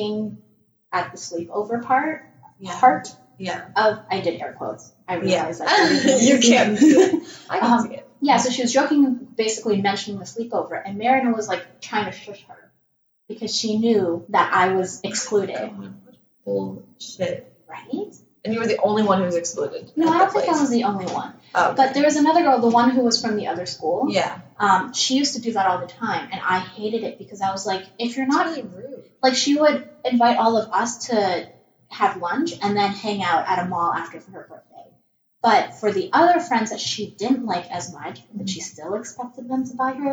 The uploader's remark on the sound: I blame technology for the garbage audio quality this episode. The recording software got confused and...well, you'll know. Again, we're so sorry for the trash audio quality. Laptop has a potato for a microphone.